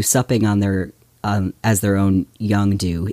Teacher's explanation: as their own young do, it's a trochaic foot. Supping is stressed followed by unstressed